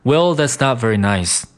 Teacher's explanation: 我们在这句话里把这个 not 这个 t 省略掉